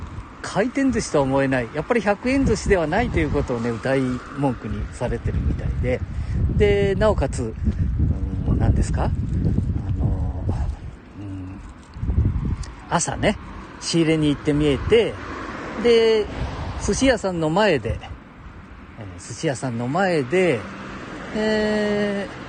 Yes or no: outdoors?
yes